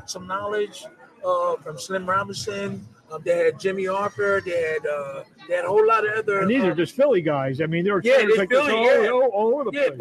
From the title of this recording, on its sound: LIVE FROM ATLANTIC CITY BOXING HALL OF FAME